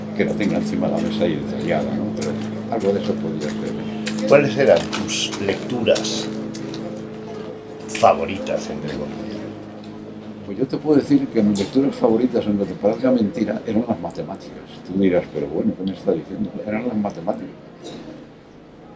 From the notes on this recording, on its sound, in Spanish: Mirada con libro en un jardín con mucho ruido.